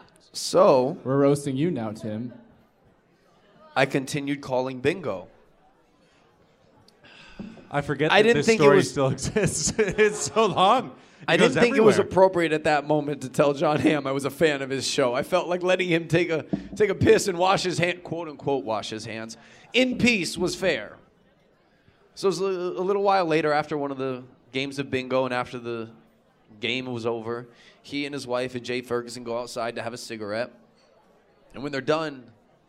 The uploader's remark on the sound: (LIVE)